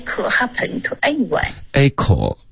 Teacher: could 你发成了 call，你又动了嘴唇，你撅起来了